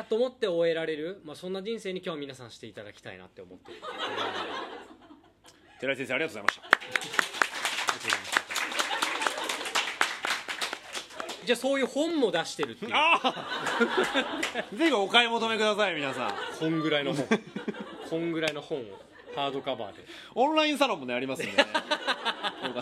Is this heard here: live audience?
yes